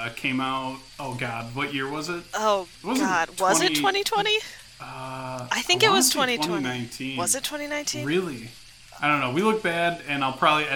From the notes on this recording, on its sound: Enjoy the sounds of light rainfall as we camp out in a tent and ghosts occasionally interrupt our conversation.